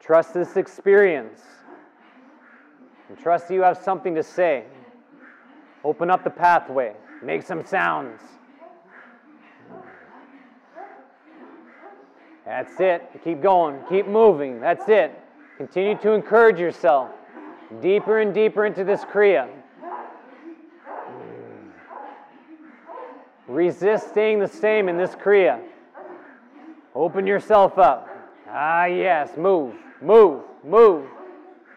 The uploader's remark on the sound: The live practice took place before a yoga practice at Peace Retreat in Los Pargos, Costa Rica in February of 2022.